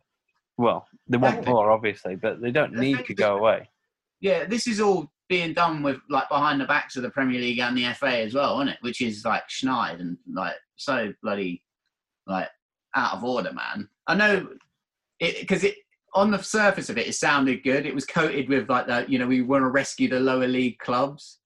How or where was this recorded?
video call